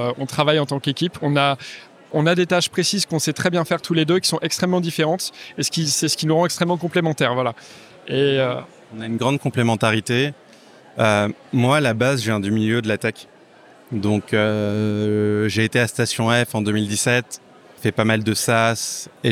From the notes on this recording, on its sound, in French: enregistré au salon des industries créatives We are French Touch à Paris